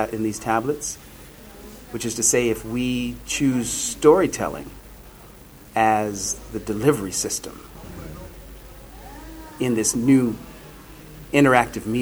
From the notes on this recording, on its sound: at Shore Leave 34